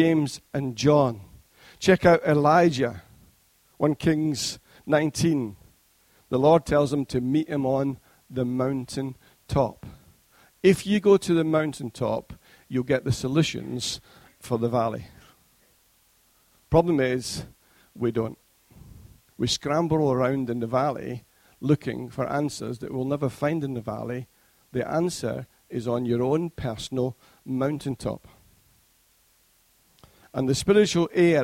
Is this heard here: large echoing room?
yes